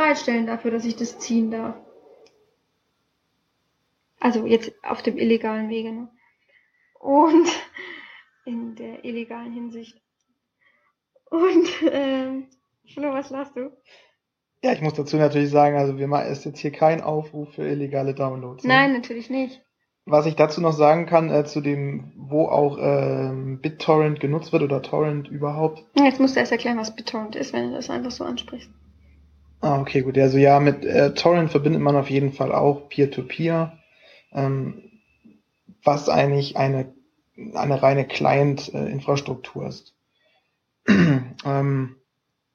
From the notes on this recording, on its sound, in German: Der Ton ist immer noch nicht ideal.